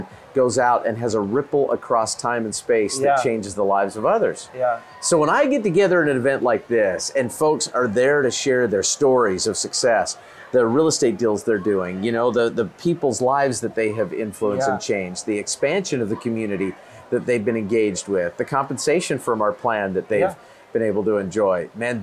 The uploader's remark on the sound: This time we recorded our episode from the balcony